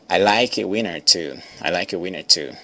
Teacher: Mas às vezes os americanos falando rápido, eles pronunciam esse, eles atropelam esse T, aí fica winner